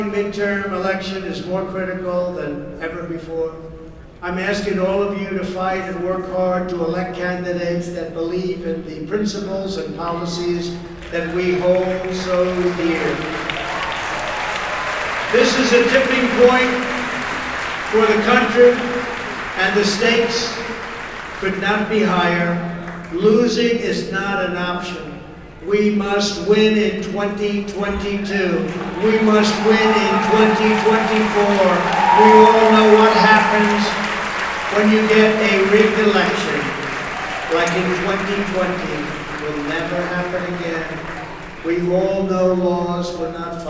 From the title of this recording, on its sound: LIVE FROM CPAC 2022